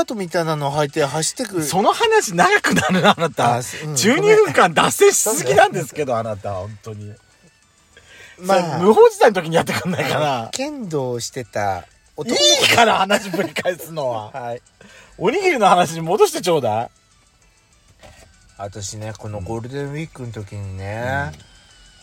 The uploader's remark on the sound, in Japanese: パーキング収録